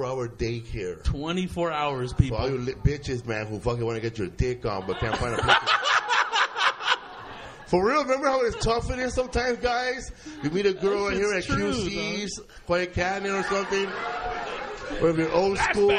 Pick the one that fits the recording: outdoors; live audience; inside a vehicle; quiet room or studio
live audience